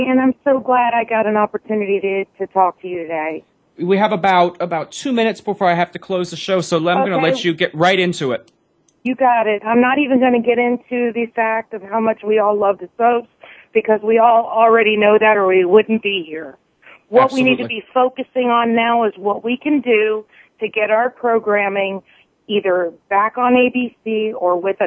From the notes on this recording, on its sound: The phone lines are open again for fans to call in and voice their support of the ABC soaps.